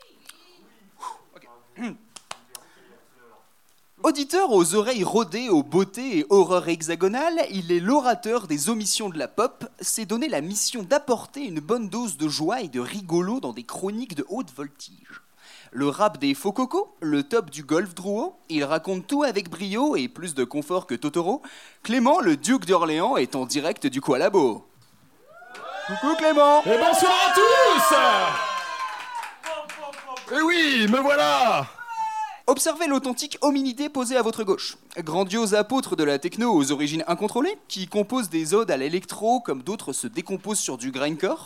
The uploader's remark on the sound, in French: Au menu de cette formule en 50mn avec public offert